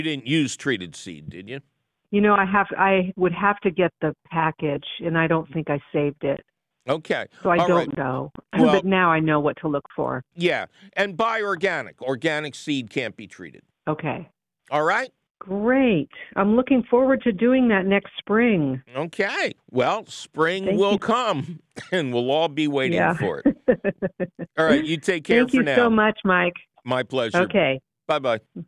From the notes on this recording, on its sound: your fabulous phone calls!